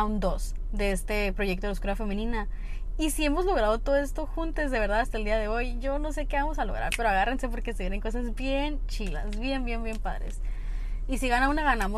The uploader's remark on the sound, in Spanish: el audio no es el mejor del mundo (voy manejando mientras platicamos)